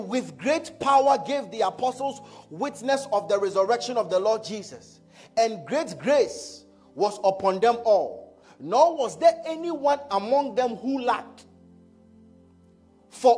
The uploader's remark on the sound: A message preached at ICGC Rehoboth Temple - Toronto.